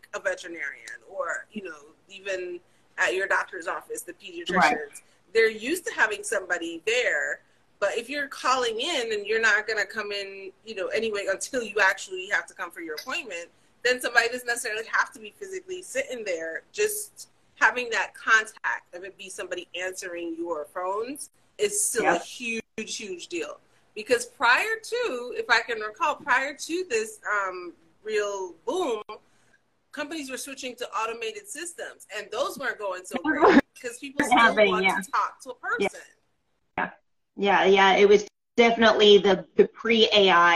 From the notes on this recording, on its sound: on Sit and Spill on Instagram Live